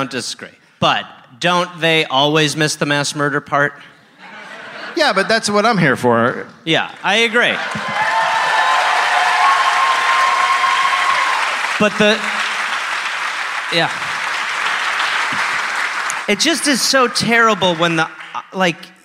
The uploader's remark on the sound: Live in Pittsburgh